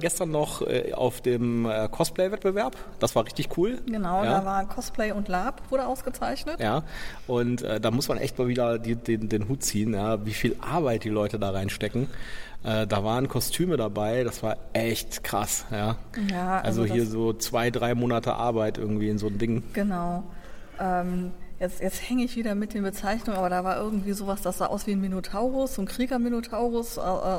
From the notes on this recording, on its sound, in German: Wir waren auf dem FeenCon 2023 in Bonn und haben uns diese altehrwürdige Veranstaltung angesehen. Wir berichten Live vom Veranstaltungsort.